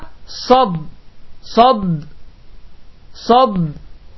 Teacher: Sad hərfinin isə məxrəci və səslənməsi daha qalındır